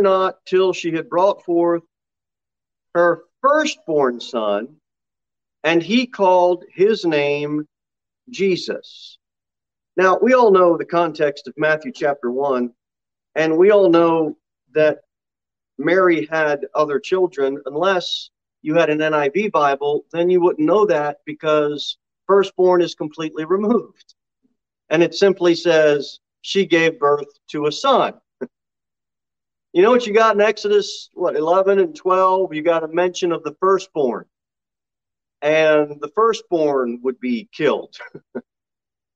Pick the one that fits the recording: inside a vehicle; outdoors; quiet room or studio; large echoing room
large echoing room